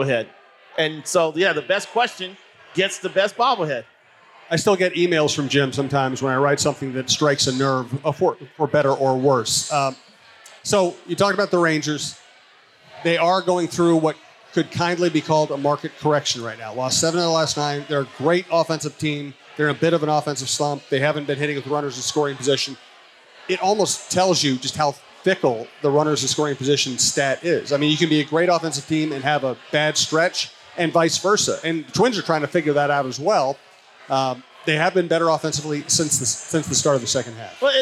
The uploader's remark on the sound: Chin Music live from Gluek’s